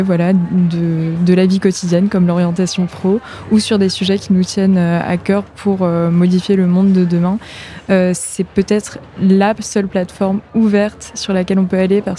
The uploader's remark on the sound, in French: En direct du Forum mondial Normandie Pour La Paix. Pour couvrir l'événement, Phénix a délocalisé son studio le temps d'une émission spéciale (1h) en direct de l'Abbaye aux Dames.